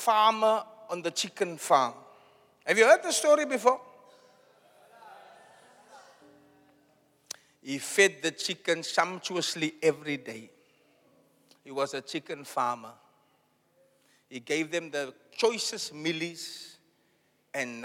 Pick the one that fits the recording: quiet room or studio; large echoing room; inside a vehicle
large echoing room